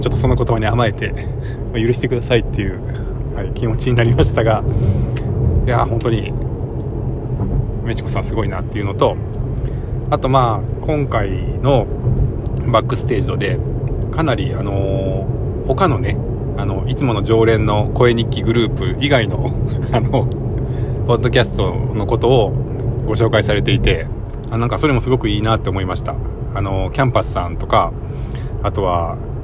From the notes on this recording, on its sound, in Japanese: 8/26 朝のドライブ（録り直し）